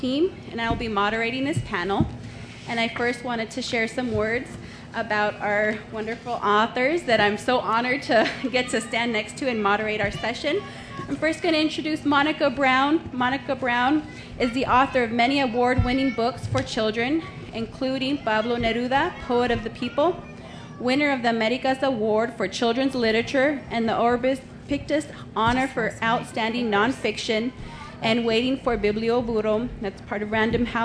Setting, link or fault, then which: setting, busy venue